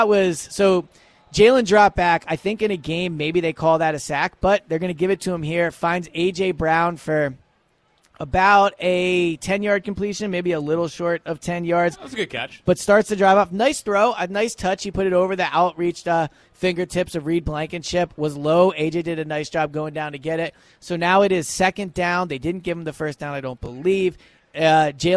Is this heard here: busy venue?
yes